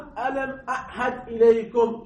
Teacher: بعضها الهمزة من أقصى الحلق وأما العين والهاء هي من وسط الحلق، من وسط الحلق هو نفسها حلقية ولكنها مختلفة بالدرجة من أقصى، أعهد الهمزة من نية من أقصى وأما العين والهاء من الوسط وسط الحلق.